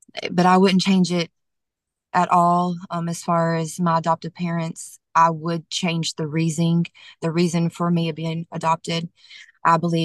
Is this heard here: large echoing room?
no